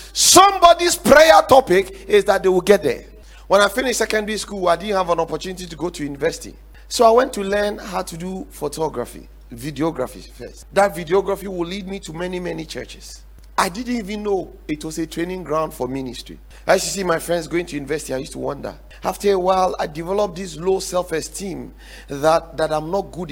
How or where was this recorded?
large echoing room